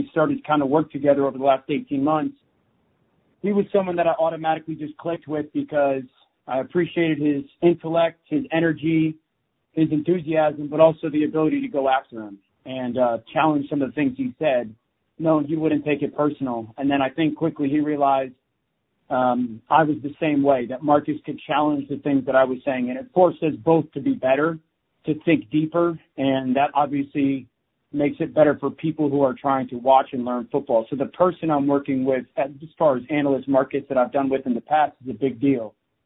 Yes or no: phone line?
yes